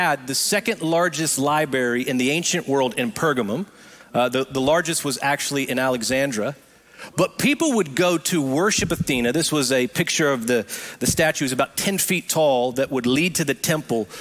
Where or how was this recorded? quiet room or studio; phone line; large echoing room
large echoing room